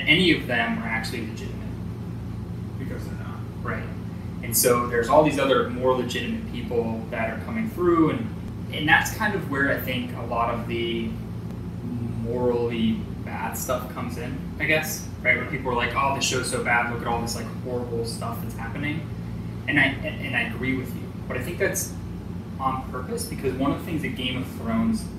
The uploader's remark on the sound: We apologize for the audio issues this week